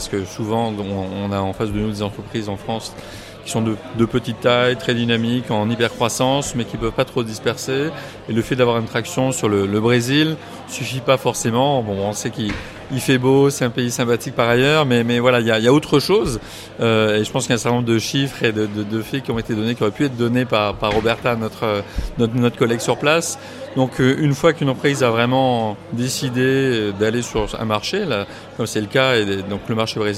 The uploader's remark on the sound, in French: En direct de l'édition 2019 des Rift's !